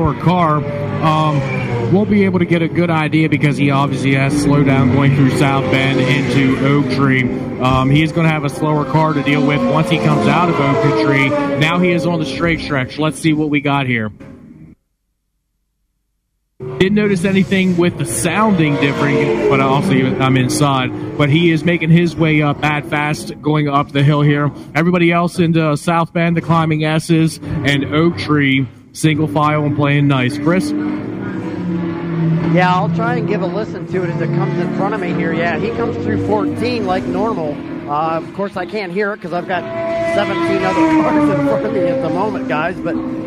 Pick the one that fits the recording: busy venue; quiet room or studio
busy venue